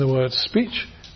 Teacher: P is a voiceless bilabial stop